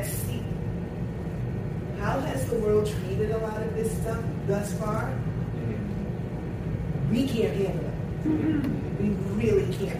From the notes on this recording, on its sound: Fandom, Fashion, and the Future panel from Blerdcon 2022.